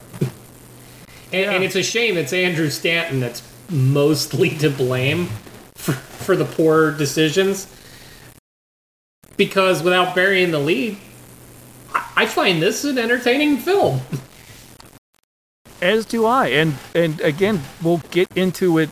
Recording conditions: poor sound quality